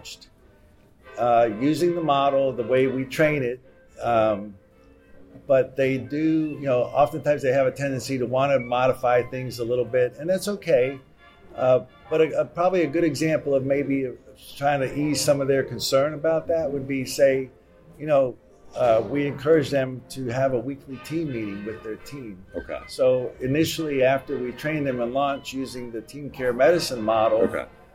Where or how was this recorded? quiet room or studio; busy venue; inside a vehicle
busy venue